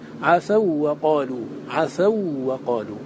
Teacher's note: الواو في عفوا ساكنة قبلها مفتوح، فهي لينة، لا يحكم عليها بأنها حرف مد، إنما هي حرف لين